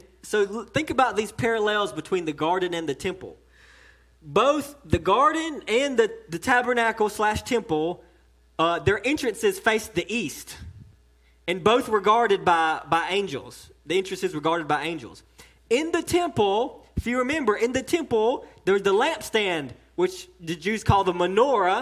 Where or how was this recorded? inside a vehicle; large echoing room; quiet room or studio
large echoing room